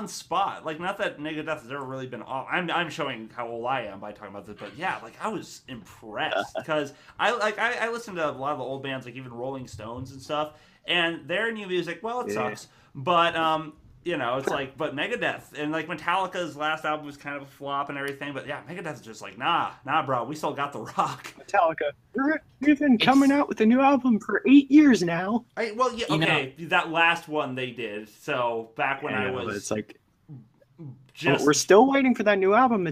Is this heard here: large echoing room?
no